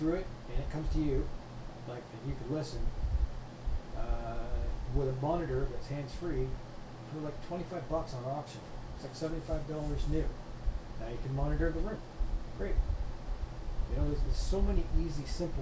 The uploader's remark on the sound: Audio is a little poor for some reason may need to turn it up.